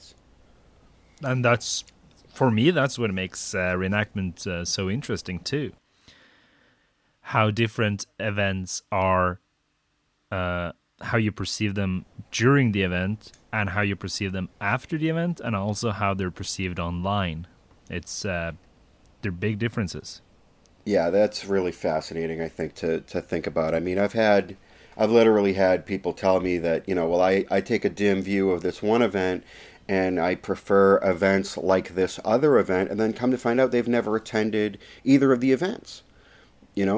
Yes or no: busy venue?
no